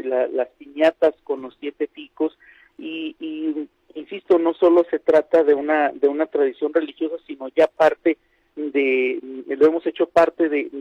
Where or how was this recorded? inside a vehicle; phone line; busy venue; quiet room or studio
phone line